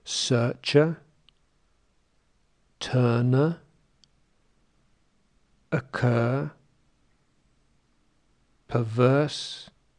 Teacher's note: The strong vowel, the nurse vowel, has, practically speaking, the same articulatory position, the same quality, the same position in the vowel chart, but it's stressed and it's longer.